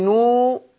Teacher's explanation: نو ساكنه وما قبلها مضموم، تبقى دي واو مديه. حي يبقى الياء اهي ساكنه وما قبلها الحاء مكسوره، تبقى ياء مديه.